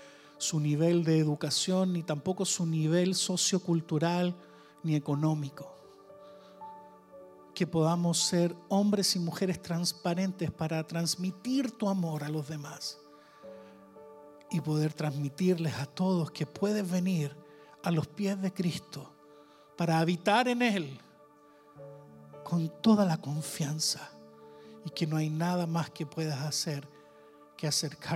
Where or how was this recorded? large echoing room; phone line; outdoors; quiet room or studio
large echoing room